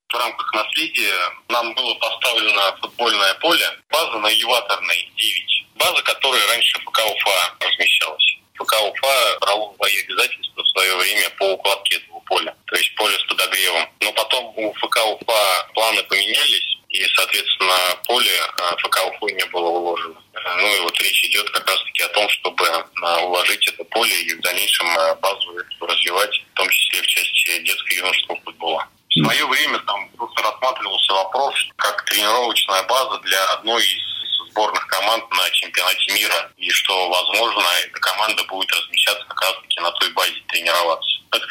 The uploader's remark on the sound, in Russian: По телефону